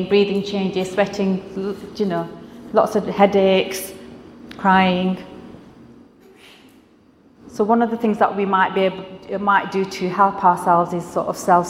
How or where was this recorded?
live audience